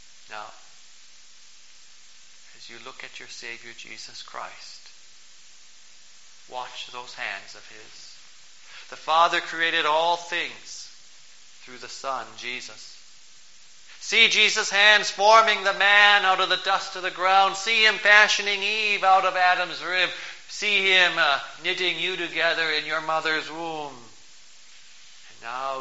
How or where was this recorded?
large echoing room